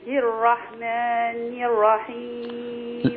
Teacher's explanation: تلاوتك جيدة، ولكن انتبهي إلى الرحمن الرحيم، الراء مشددة، لابد من أن ننطق راءين · Term: الراء المشددة